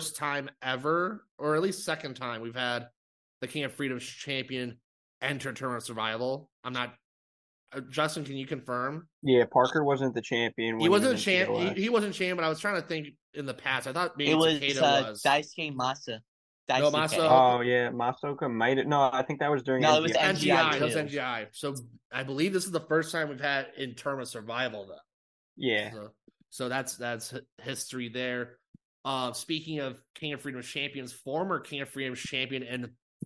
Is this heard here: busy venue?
no